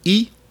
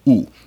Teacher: They're the same thing, except one's up front, E, and the OO is in the back.